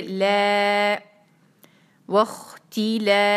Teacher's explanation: لام بھی سمپل ہے لام پہ ہے سٹینڈنگ فتحہ دو حرکہ اس کو کھینچیں گے